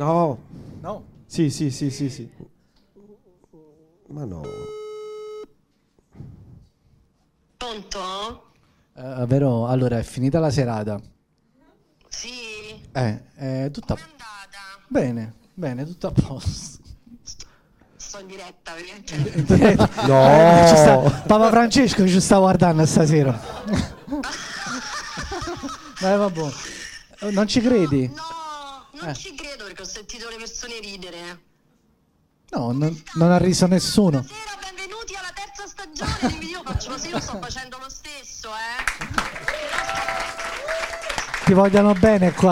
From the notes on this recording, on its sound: Registrazioni LIVE al GhePensiMi e partecipare come pubblico (ingresso gratuito fino a esaurimento posti). Live dal GhePensiMi.